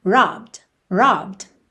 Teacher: Do B você já vai pro D.